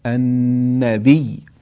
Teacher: في الآية الثانية لا ترفعوا أصواتكم فوق صوت النبي، لو وقفنا على النبي نقف عليها بالتشديد، نقف عليها بالتشديد مع نبرة يسيرة لبيان الحرف المشدد